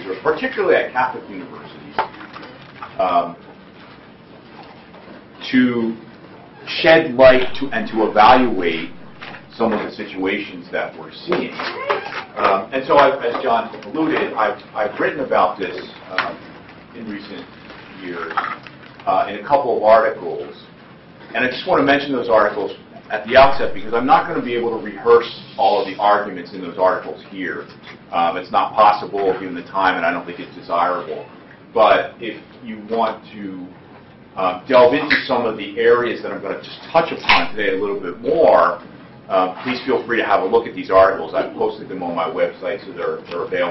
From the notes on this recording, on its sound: delivers the keynote speech at the AAUP Conference